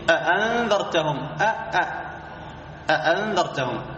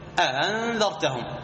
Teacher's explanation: وهذه لغة تميم، هذه لغة تميم، من يهمز الهمزتين ليبقيهما معا. من القراء يعني من يهمزهما مع التحقيق · Shown in: first take